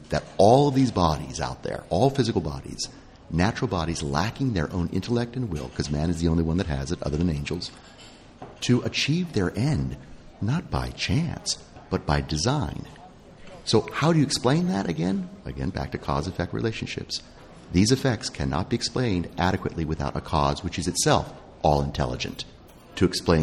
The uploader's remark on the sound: Our final show from the luxurious corner booth of the French Catholic Cafe this year